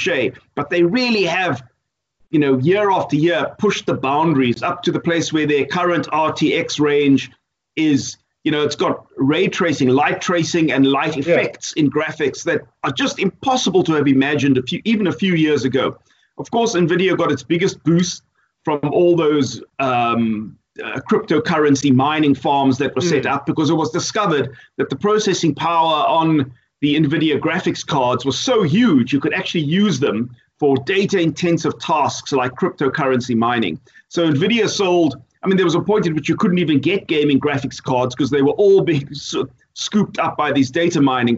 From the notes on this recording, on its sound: Recorded via Skype